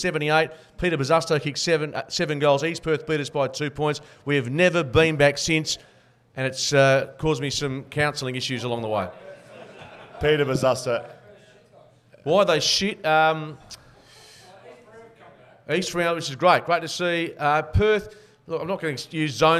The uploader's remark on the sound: Live at Shelter. Welcome you to the Shelter Brewing Co LIVE SHOW. We previewed the Eagles and Dockers seasons in depth under the pressure cooker of a live audience. There were cheers, heckles and a whole lot of shit talk.